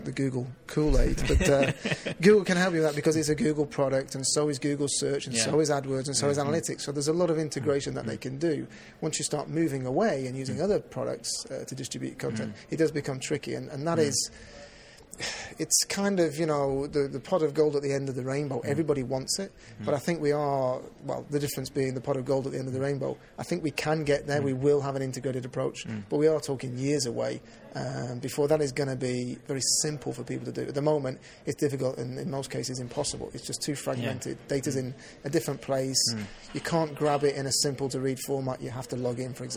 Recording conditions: busy venue